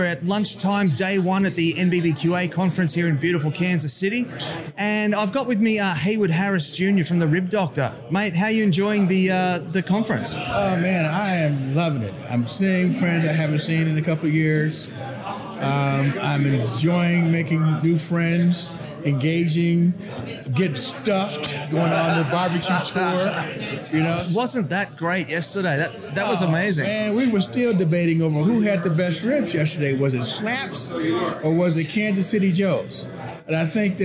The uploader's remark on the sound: NBBQA Conference - Day 1. In this episode, you’ll find a collection on interviews I recorded on the Thursday - the first day of the conference sessions.